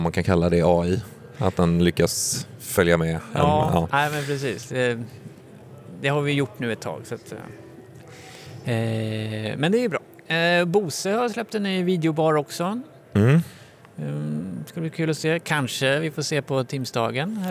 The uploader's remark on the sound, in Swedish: Live från Stockholm Tech Show, eller hur live det nu kan bli när man spelar in. Så passades det även på att spela in ett Teamspodden avsnitt.